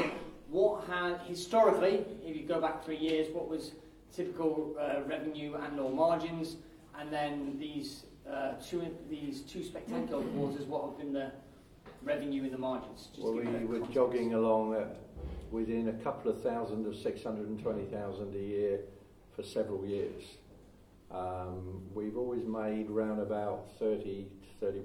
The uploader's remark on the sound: This interview is taken from the live recording of a recent Success Mastermind event in the UK. Because it was recorded at a live event, there are a few spots missing due to the audio quality not being ideal.